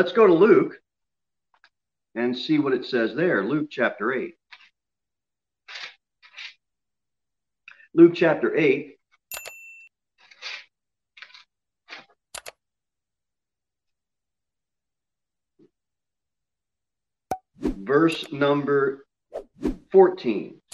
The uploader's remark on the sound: Sermon delivered at Pilgrim Baptist Church on Thursday, December 17, 2020, at 10 am.